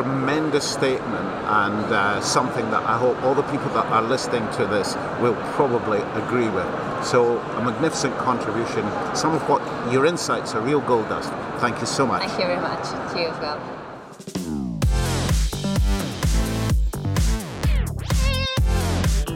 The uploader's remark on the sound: We caught up with her at the technology trade show in Spain, where she was working as a hostess and brand representative on the show floor.